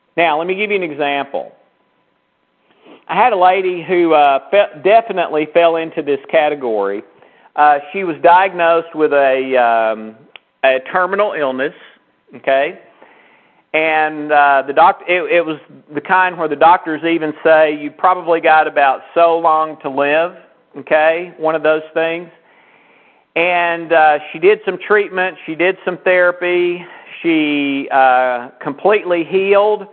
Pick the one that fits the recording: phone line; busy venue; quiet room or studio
phone line